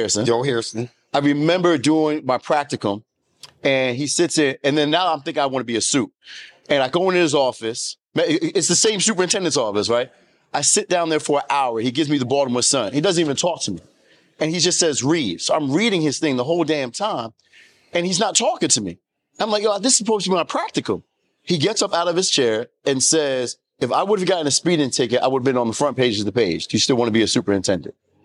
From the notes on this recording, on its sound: Welcome to a special live episode of the "One Door at a Time" podcast. Recorded at the prestigious National Alliance of Black School Educators (NASBE) conference.